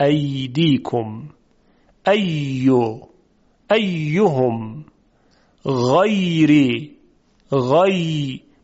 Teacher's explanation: در حرف یا غیر مدی وسط زبان نزدیک میشه، یک مجرایی به وجود میاد که هوا و صدا از اون مجرا عبور میکنه. فلذا میبینیم که صدای حرف یا خیلی نرم و روان هست.